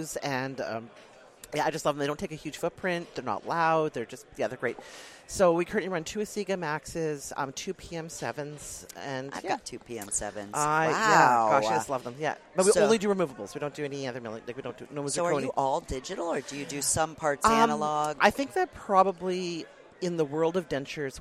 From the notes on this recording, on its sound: We were set up in the Ivoclar Ballroom all weekend. From the Ivoclar Ballroom at Lab Day Chicago. We were set up in the Ivoclar Ballroom all weekend and recorded a ton of great people.